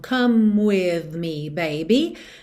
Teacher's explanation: Atenção, olha, come with. Eu já junto no M do come o W do with, porque o E do come não é pronunciado. Então, come with me, baby.